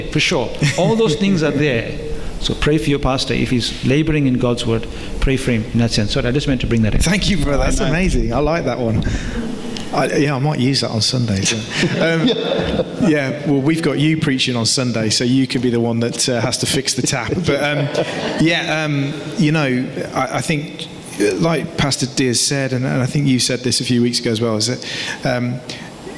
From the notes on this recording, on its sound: The opening session from the Hammer and Tulip conference - No Other Gospel.